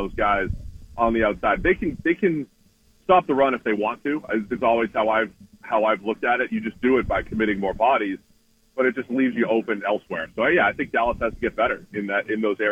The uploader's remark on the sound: Joins the show on the Farm Bureau guest line talking about the rest of the NFL season live in the BankPlus Studio.